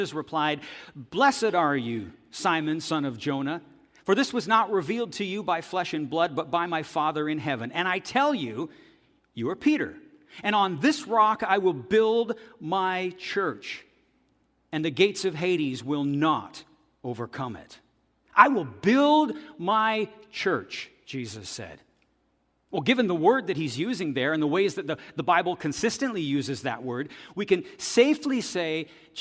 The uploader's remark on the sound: This audio is taken from the September 10, 2023 worship service at FBC Charlottetown.